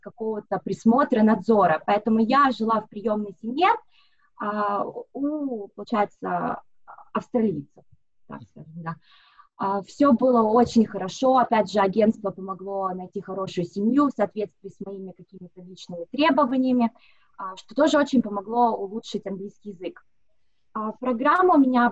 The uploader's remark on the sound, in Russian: поговорили с ней по Зуму